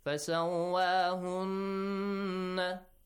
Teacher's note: Hunna, nun sakin, plus nun, or we say nun mushaddad. It's called idgham rulyas.